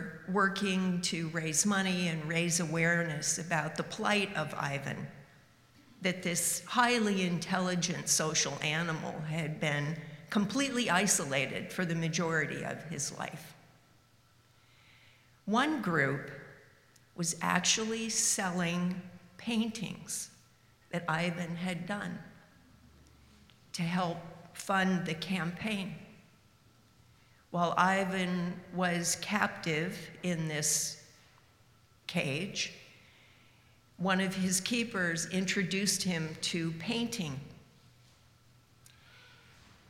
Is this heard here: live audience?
yes